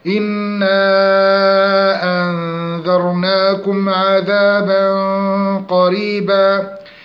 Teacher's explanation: التنوين مع القاف إخفاء مع الاستعلاء بالغنة في القاف